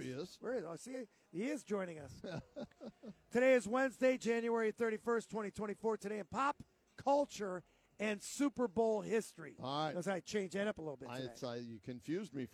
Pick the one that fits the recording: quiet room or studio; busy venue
busy venue